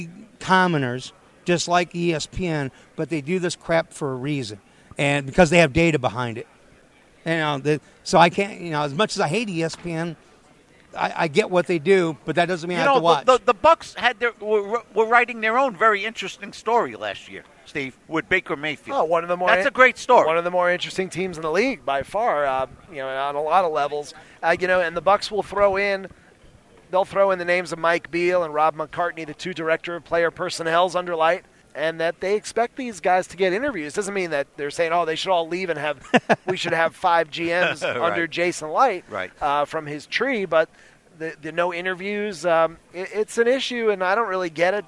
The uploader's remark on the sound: live at the NFL Scouting Combine